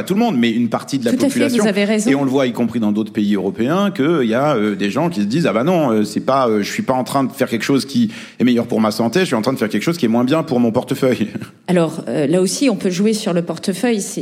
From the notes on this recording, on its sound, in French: Lors d'un enregistrement en public de Chaleur humaine, le 21 novembre 2023 à Paris, à la Bibliothèque nationale de France.